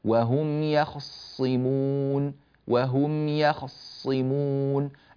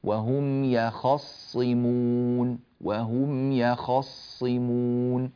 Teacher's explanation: فتح الخاء من يخصمون مختلس · Shown in: first take